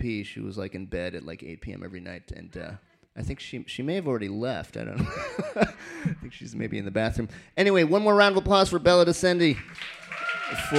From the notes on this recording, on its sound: Brooklyn Poets Yawp open mic